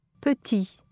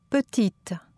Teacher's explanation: en faisant bien attention à la détente finale dans le deuxième mot · Shown in: second take